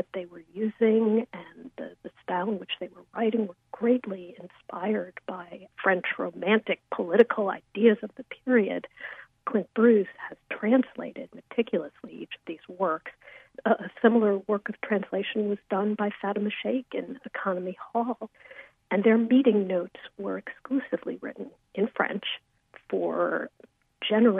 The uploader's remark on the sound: joins us by phone